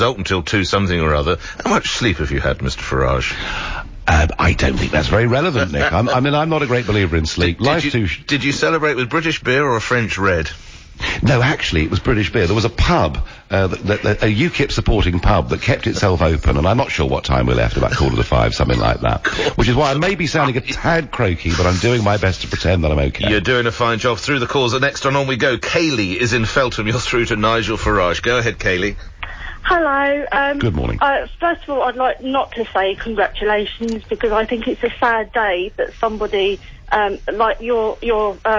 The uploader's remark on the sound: takes your calls live from Clacton